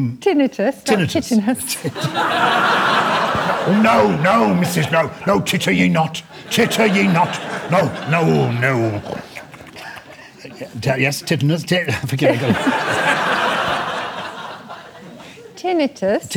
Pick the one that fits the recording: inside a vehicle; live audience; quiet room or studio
live audience